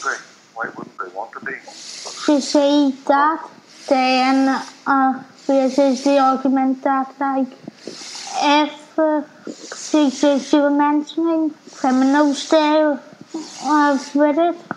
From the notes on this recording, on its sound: This is a radio package I made while studying Radio in my first year of an HND in Broadcast Journalism at the Belfast Met. The audio isn’t as good as it would be now.